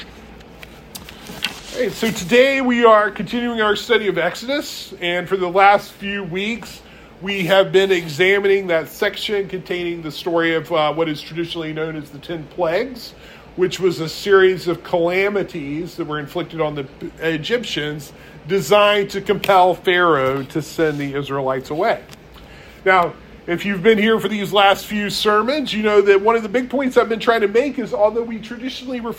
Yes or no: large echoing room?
yes